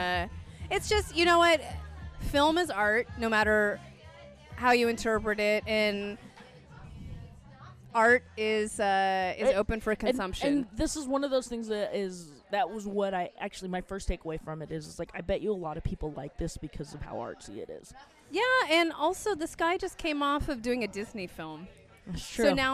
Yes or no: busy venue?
yes